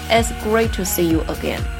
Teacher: 把这个 great 这个 t 不发，停一下